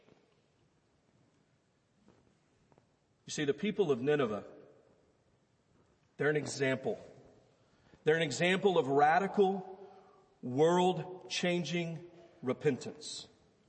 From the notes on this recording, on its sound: Easter Service First Baptist Belton Texas Sunday morning sermon